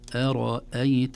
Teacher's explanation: همزة مرققة ثم راء مفخمة ثم همزة مرققة